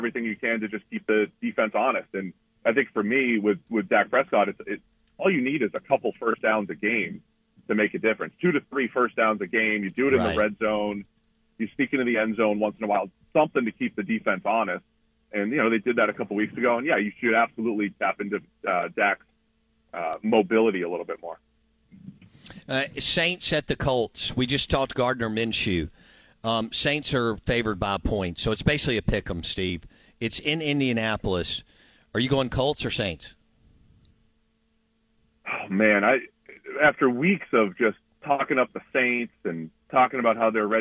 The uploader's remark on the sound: Joins the show on the Farm Bureau guest line talking about the biggest stories in the NFL live in the BankPlus Studio.